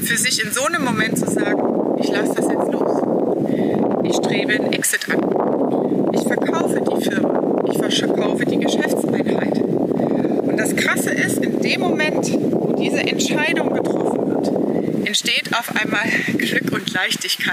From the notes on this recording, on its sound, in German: Diese Folge habe ich dir mitten in der Wüste aufgenommen. Es war sehr windig, was die Soundqualität beeinträchtigt.